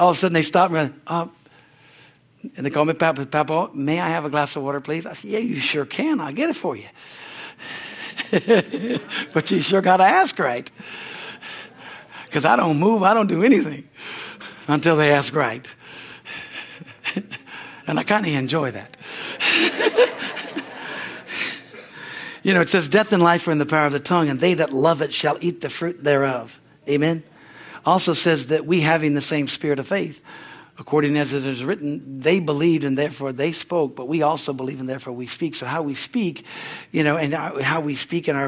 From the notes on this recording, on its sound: from the Sunday service on August 6, 2023 at Harvest Bible Church in Stockton, CA